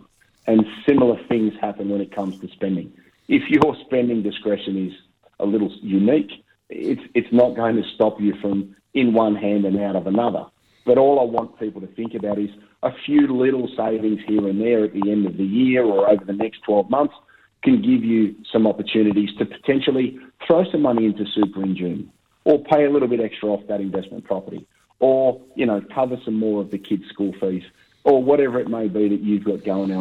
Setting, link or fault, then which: link, phone line